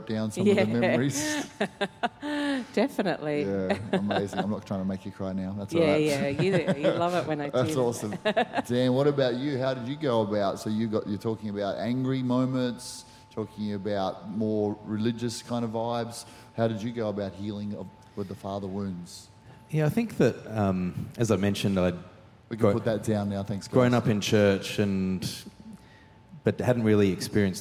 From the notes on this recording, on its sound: Recorded during our 5pm service on Sunday, the 15th of October 2023.